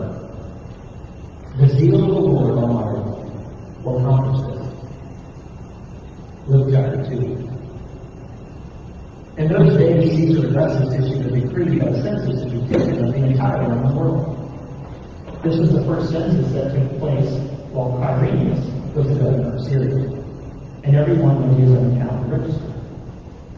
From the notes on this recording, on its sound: THERE WAS AN AUDIO PROBLEM THIS WEEK